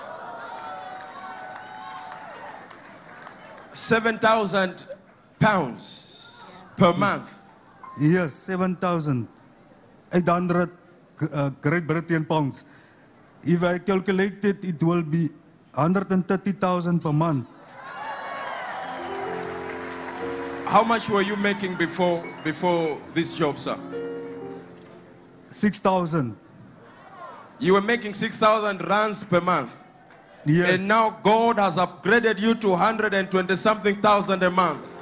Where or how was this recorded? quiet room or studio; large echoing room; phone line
large echoing room